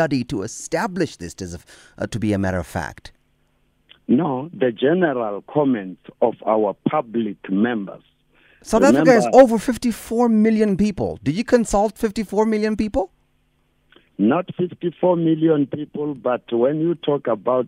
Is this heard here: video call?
no